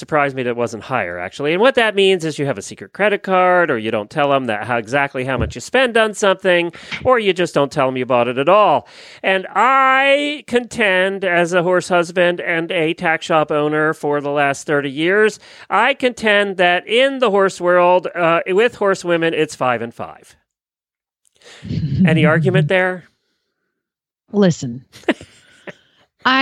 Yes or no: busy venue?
no